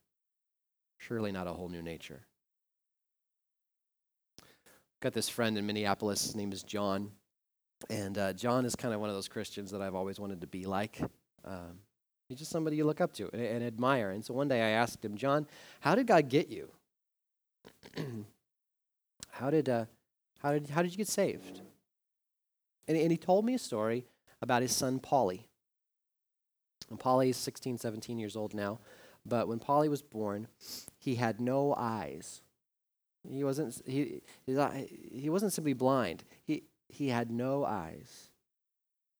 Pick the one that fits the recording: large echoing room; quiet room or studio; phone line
large echoing room